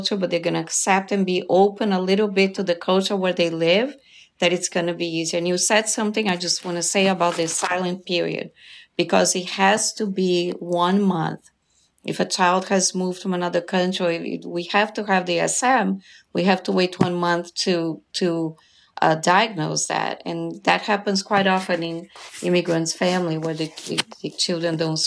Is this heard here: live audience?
no